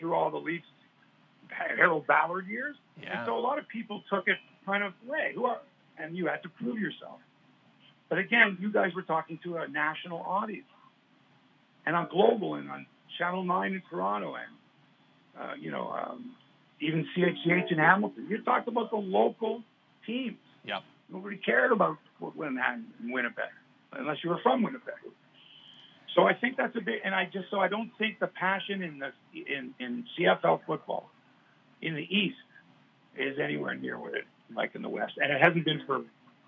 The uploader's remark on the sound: Apologies for the phone-audio quality in this weeks pod